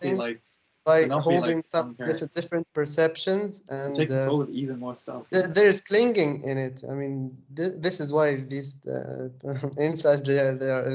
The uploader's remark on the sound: skype calls